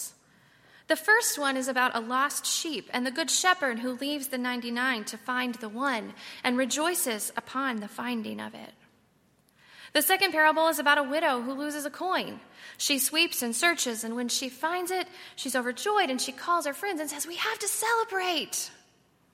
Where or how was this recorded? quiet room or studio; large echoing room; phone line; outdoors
large echoing room